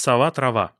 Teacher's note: фонемы О и А в безударных слогах нейтрализуются, совпадают в одном общем варианте звучания. Если на севере сова и трава не совпадают, то здесь будет сова-трава.